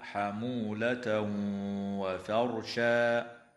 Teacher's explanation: ويدغم التنوين في الواو مع الغنة بمقدار حركتين في قول الله تعالى: حمولة وفرشا.